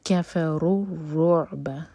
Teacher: را کو را سے جوڑ رہے ہیں، آگے را پشدہ ہے تو را اسٹرانگ ہوگا. کفروا الرعب، عین حلق سے، عین کی آواز کلیئر آئے.